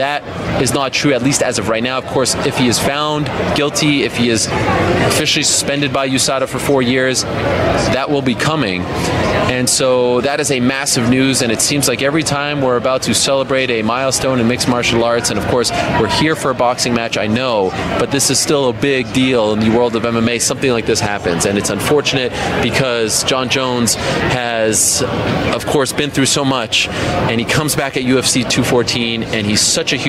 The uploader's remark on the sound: On this special edition of The MMA Hour, live from Las Vegas, site of Mayweather vs.